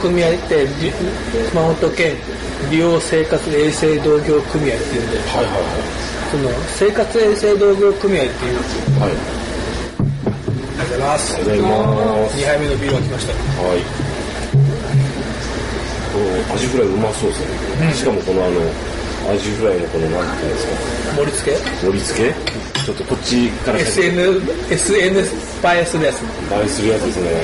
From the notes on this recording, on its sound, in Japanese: 昼間の収録を終え、近所の居酒屋「耕房」にて、旨いアジフライを食べつつ、冷えた生ビールを呑みつつのグダグダトーク。。。